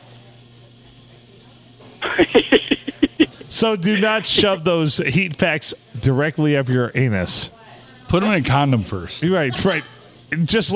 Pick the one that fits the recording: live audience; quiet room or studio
live audience